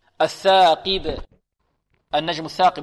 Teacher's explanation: القاف هنا في أقل مراتب التفخيم، لا نقول رقيقة هنا القاف